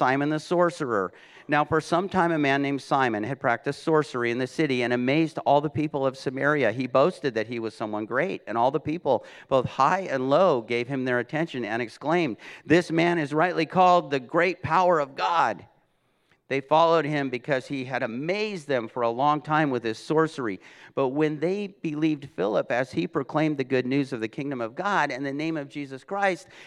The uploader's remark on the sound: This message was recorded at a Sunday service on May 1, 2022